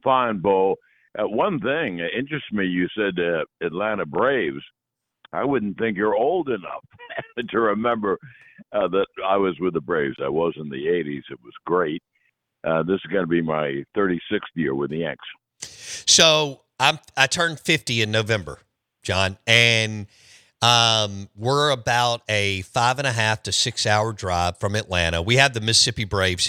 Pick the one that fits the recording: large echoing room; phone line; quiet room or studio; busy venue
phone line